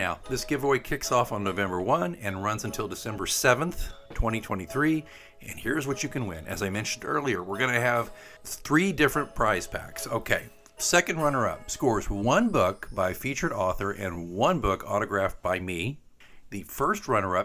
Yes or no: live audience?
no